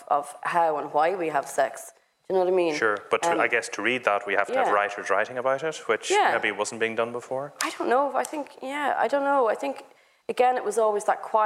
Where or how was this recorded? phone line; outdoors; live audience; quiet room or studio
live audience